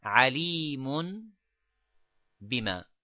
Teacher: the last sound of alimin and alimun or aliman, that is the noon sound which touches the roof of the mouth.